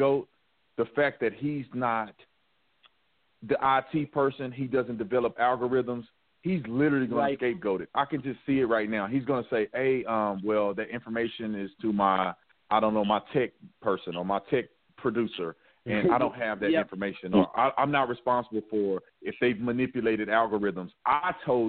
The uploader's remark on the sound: calls